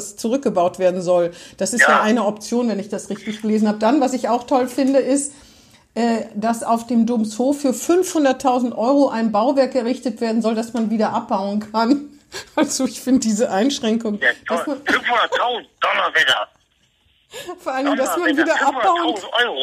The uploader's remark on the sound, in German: Findet urlaubsbedingt in dieser Woche wieder per Telefon-Schalte statt. Dieses Mal zur Hälfte live aus Wien.